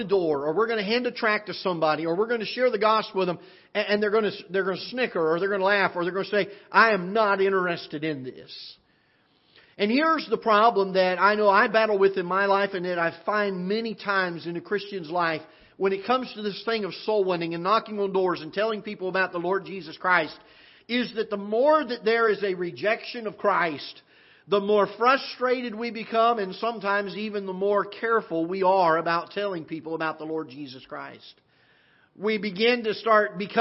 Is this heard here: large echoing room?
yes